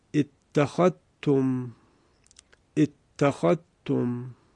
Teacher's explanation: حرف ذال ساکن رسیده است به حرف تا و ادغام صورت میگیره